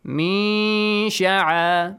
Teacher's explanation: Ikhfa. We hide the nun sound. But make it clear that the sheen is going to come after it